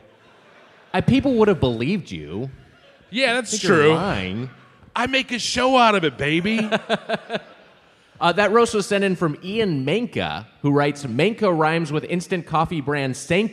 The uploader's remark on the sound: Recorded live at the Chevalier Theatre in Medford, MA on June 10, 2023.